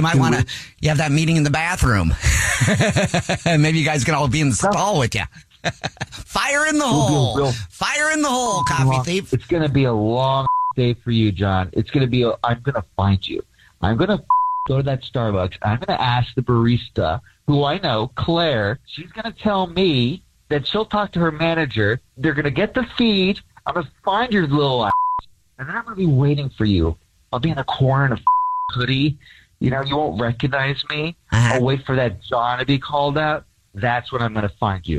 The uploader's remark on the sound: Phone Pranks on The Jubal Show